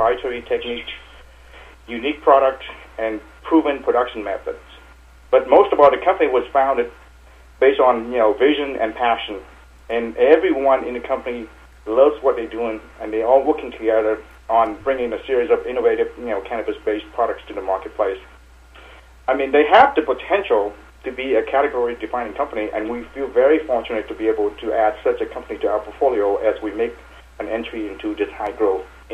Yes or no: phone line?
yes